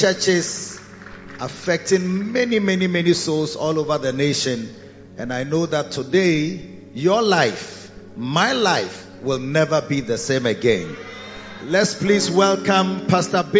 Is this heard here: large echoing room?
yes